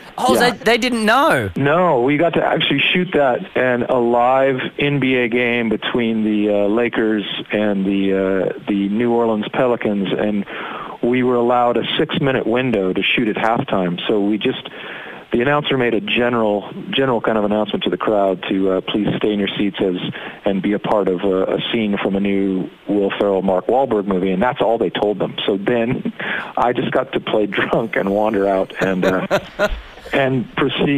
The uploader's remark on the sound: called in to chat